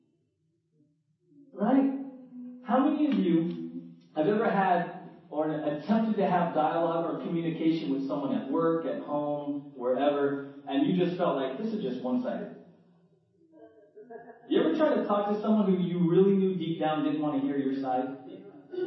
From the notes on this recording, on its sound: Due to technical difficulties, there are issues with the quality of the first 20 minutes of this recording.